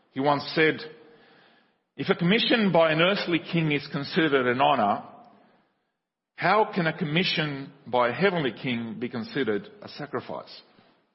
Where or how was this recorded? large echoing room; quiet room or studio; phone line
large echoing room